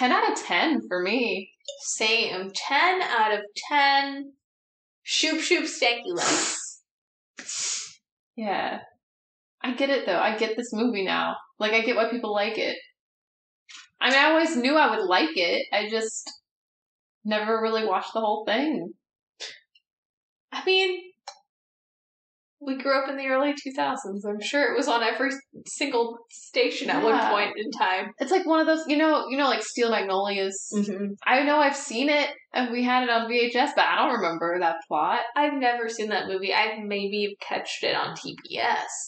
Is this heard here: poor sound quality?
yes